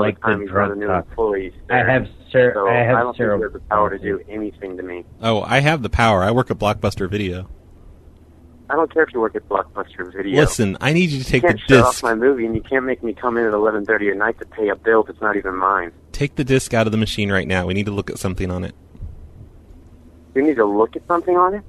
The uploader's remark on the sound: Prank Phone Calls